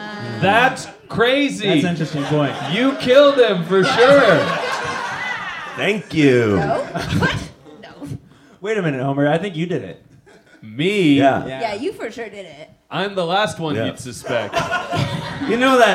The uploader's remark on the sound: Live At Bad Dog